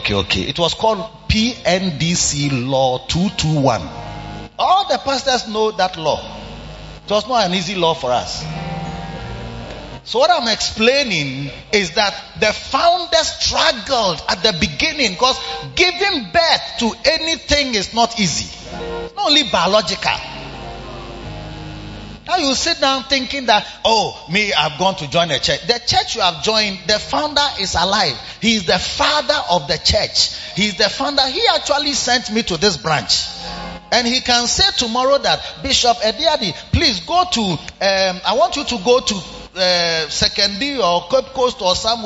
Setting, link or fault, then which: setting, large echoing room